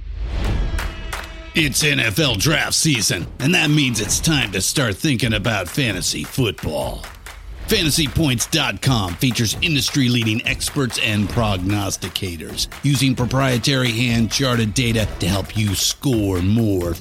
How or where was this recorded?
busy venue